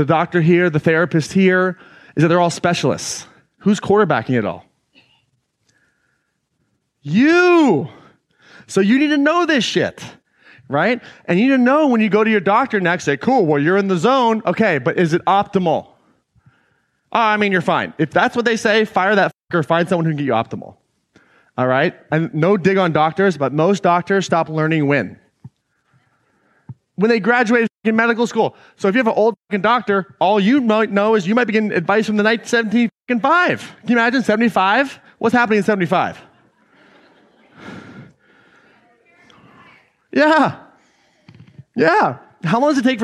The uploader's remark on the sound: an excerpt taken from Claim Your Power Live 2019